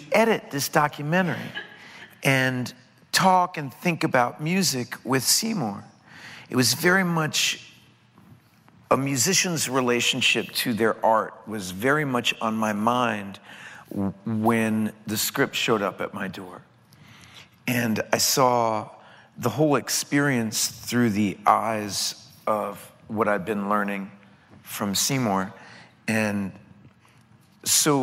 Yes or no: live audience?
yes